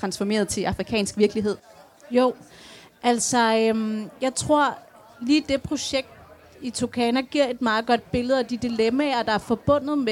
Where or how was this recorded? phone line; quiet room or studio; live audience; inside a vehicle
live audience